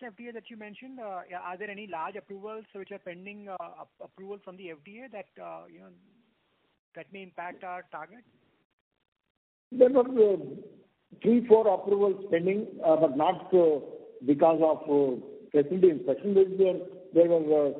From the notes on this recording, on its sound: Results discussion/conference call for the quarter ended Sept.